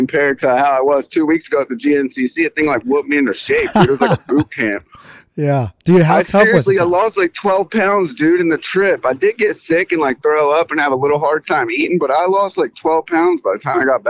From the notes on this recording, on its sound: phoned us up this morning on his way to North Carolina